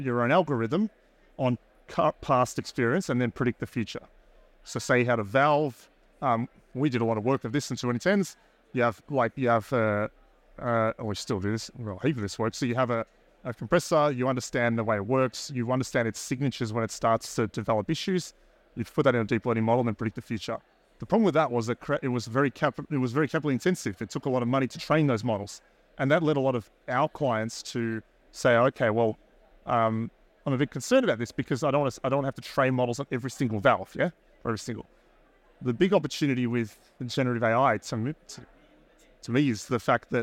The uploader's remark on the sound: Recorded live at ADIPEC 2023